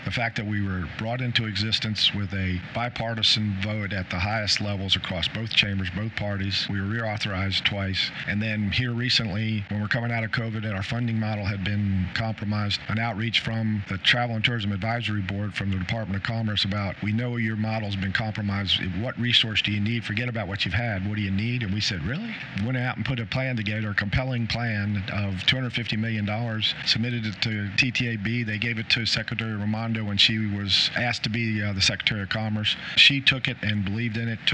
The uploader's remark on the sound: Live From IPW. On the floor at IPW.